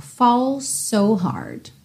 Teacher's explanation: Aqui é interessante reparar que falls termina em S, so começa em S e você ouve um S só